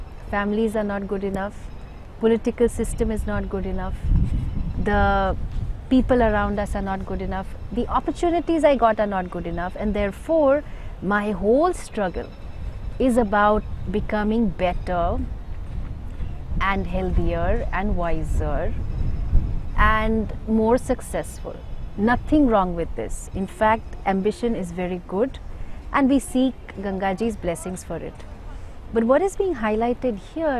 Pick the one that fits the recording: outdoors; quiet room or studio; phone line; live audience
outdoors